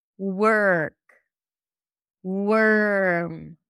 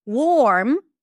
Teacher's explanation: you are likely to drop the O completely. So it sounds like you skip the O. · Shown in: first take · That's the stir sound.